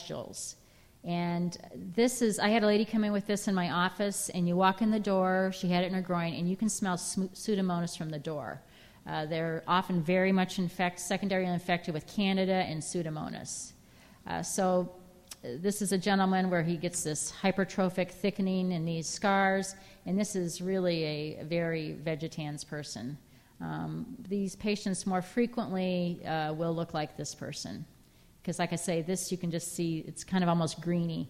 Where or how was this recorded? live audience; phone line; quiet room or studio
live audience